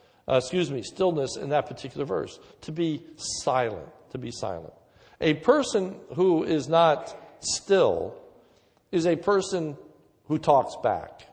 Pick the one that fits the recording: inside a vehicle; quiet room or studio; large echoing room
large echoing room